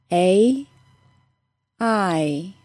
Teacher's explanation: I'm going to say those vowel sounds very slowly, so you can hear the Y sound at the end of them. A, I. Because they are two sound vowels, my mouth needs to move from one position to another to say the sound completely. · A two-sound vowel includes a Y sound or a W sound in its pronunciation. The long A sound and long I sound both end in a very slight Y sound.